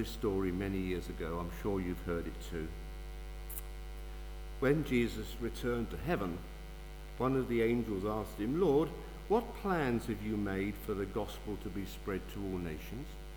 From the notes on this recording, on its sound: Sermon from St David's Church, Moreton-in-Marsh Evening Service